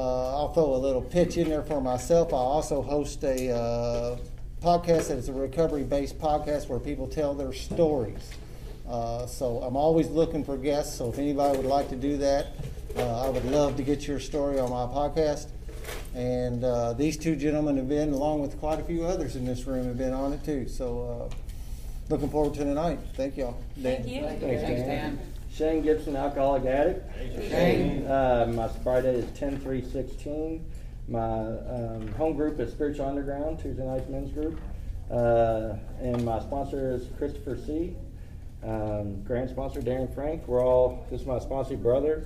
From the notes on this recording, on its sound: The three of us were invited to take the lead table at a panel meeting, these guys have consented and I cut all other voices to the best of my ability, that caused some loss of content.